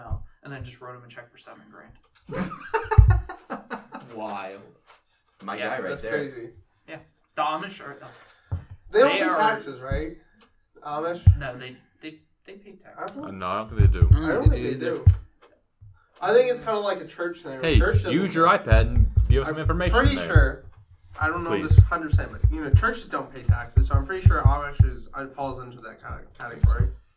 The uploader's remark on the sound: We are sorry for the poor audio quality in this episode. There seems to be a problem with the microphone that software was unable to fix completely.